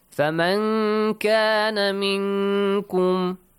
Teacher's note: Noon sakin plus kaf, again the same rule. Ikhfa. Hide the sound of noon.